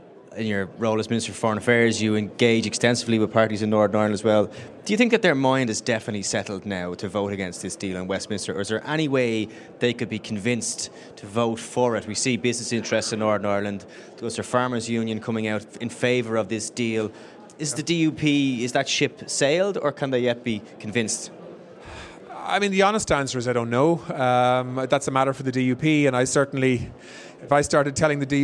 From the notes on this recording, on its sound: On the floor at the Fine Gael National Conference